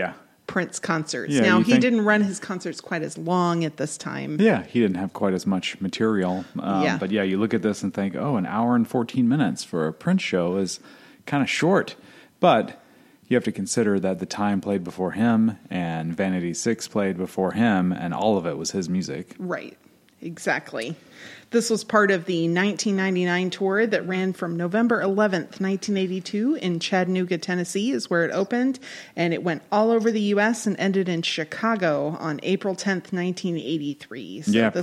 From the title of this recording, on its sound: Live at The Masonic, Detroit, 1982